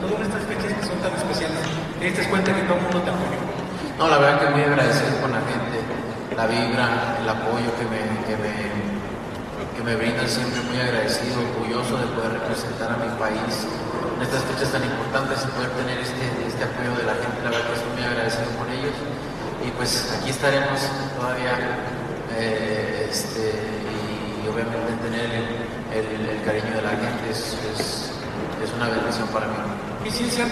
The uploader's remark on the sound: Post Fight Press Conference